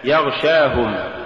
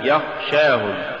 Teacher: ولولا جهر الغين لصارت خاء · Shown in: first take